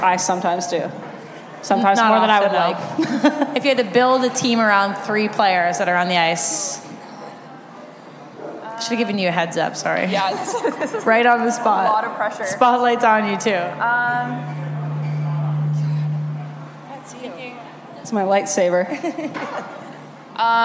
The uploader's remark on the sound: Audio from Puck Talks April 6 Canada-USA Women's World Championship event.